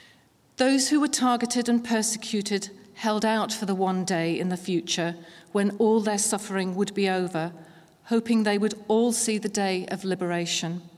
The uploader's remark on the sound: This recording was taken at the Holocaust Memorial Day event hosted at the University of Aberdeen in 2022. This event featured music from the University of Aberdeen Chapel Choir, readings, and a guided meditation.